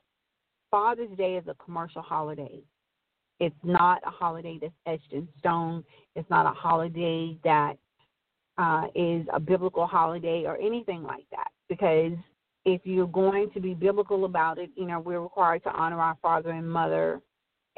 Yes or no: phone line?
yes